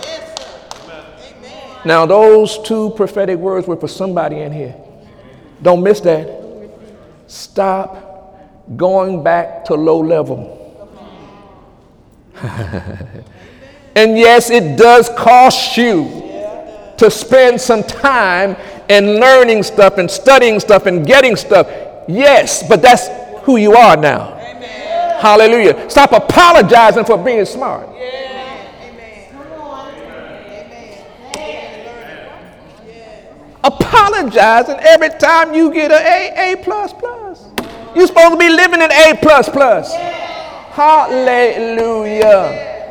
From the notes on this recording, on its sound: During Sunday morning service on November 26, 2017